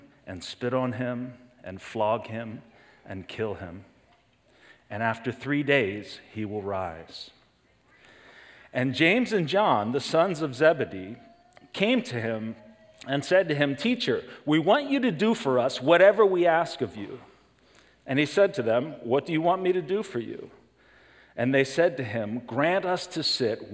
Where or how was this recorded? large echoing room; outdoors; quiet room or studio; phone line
large echoing room